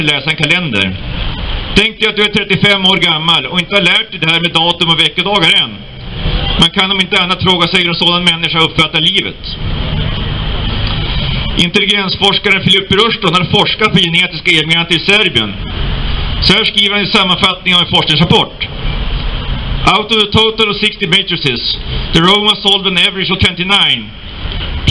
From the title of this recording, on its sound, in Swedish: 3 november 2019 på Raoul Wallenbergs torg